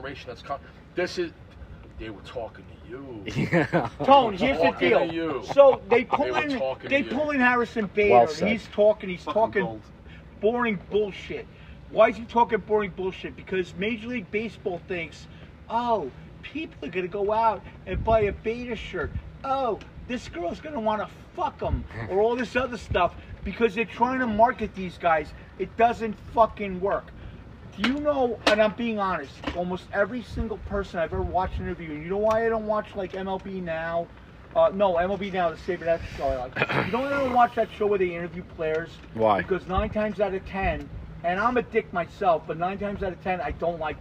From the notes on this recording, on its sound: Was going bezerk on the pool so we moved back to the patio and ran mics.